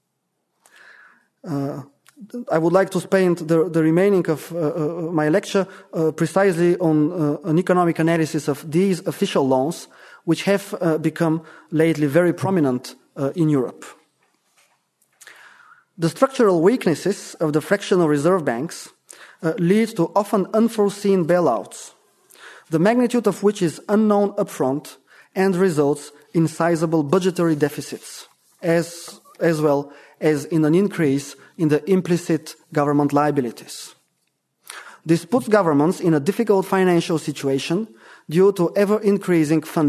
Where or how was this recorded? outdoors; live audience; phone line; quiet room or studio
live audience